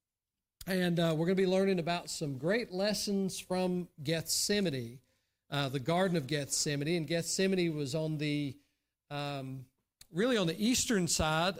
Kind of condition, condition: setting, large echoing room